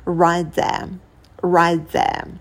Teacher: Это неудобно, потому что будет пауза, и поэтому нам проще откинуть конечный T и соединить слова.